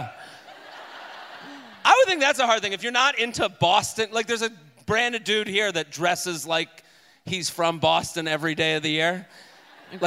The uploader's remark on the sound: Head to Boston for a very special episode recorded live at The Wilbur Theater.